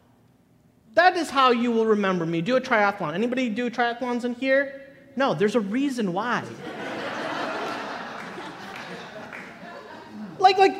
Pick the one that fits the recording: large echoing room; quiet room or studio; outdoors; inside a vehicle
large echoing room